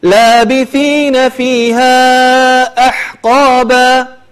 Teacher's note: الحاء لا تحاول أنك تقلقلها، لا تقول أحقابا، هي ساكنة وليست مقلقلة، فتقول لابثين فيها أحقابا.